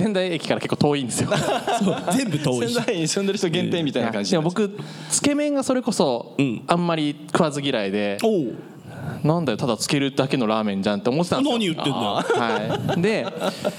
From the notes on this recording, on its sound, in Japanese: 東京・東銀座Another One+にて行われた公開収録。